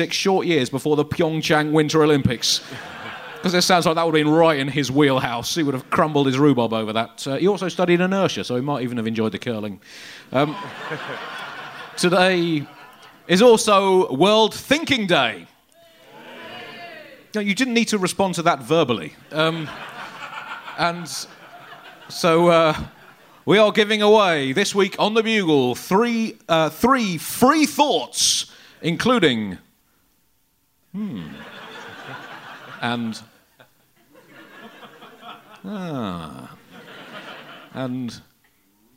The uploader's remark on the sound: It's a live special